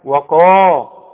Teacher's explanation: ما القاف مفخمة، دي اعلى حروف التفخيم هذه القاف، القاف اللي بعدها الف، وقا.